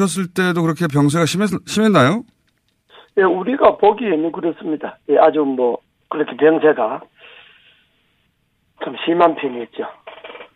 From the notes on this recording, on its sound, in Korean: 릴레이 전화연결